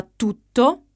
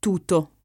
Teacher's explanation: La mia variante è la variante veronese, veneta. La caratteristica principale è che non pronunciamo le doppie. · Shown in: second take